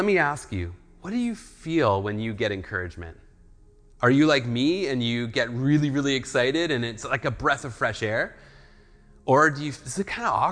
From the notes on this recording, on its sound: speaks at SouthRidge Fellowship, a Langley church.